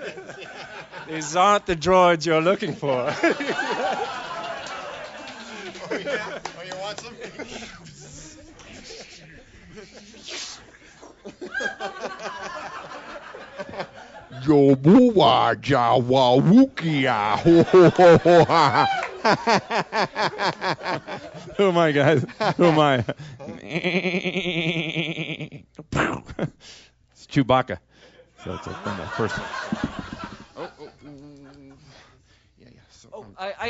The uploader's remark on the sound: recorded live at MaxFunCon